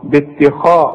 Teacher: رقق الت فخم الخاء، باتخاذ، وطلع لسانك زي ما انت عارف في الذال، باتخاذكم، واكسر للذال دي، باتخاذكم العجل.